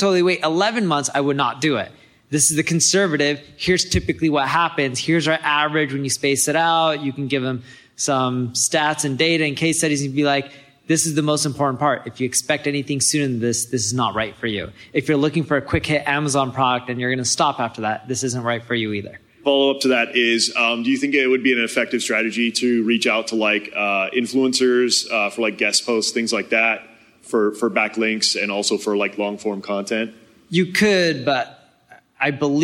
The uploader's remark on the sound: We present a segment of the Q & A from our Marketing School Live event. Tune in to hear some insightful questions from the conference attendees.